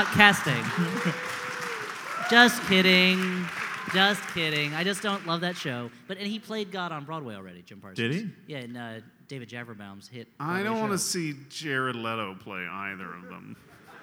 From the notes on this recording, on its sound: We dig into our vaults to bring you this live The Great Wall episode, from the Philly Podcast Festival!